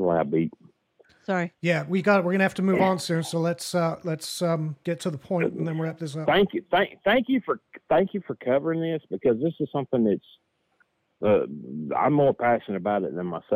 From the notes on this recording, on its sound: Live call-in show.